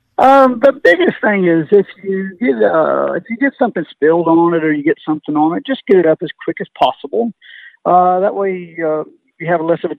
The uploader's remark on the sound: Check A Pro Radio Show. Takes phone calls from listeners.